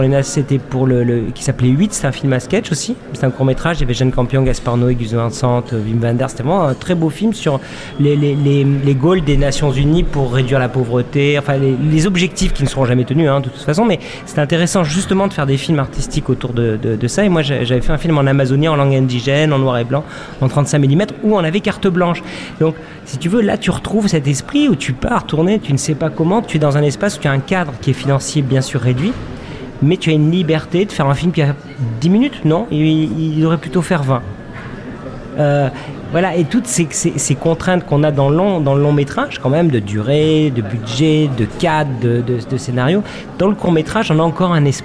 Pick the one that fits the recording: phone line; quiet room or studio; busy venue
busy venue